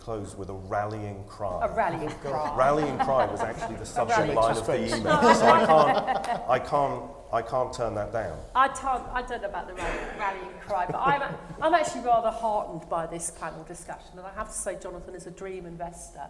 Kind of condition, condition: setting, live audience